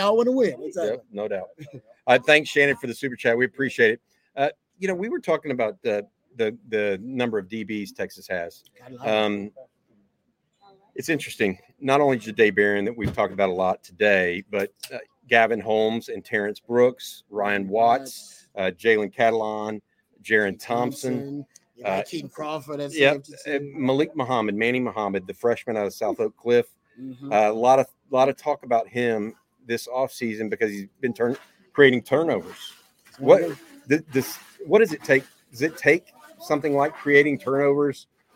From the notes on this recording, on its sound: LIVE from The Co-Op